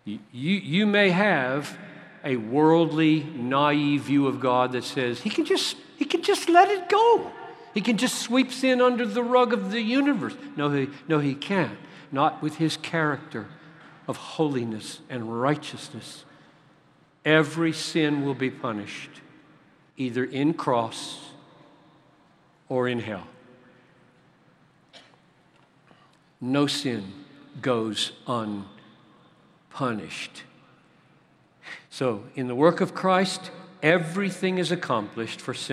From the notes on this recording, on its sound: At the CROSS Conference in Louisville, where thousands gathered.